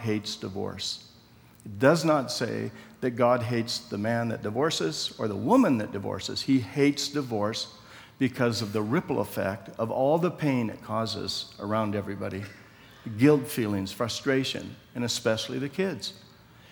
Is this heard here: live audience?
yes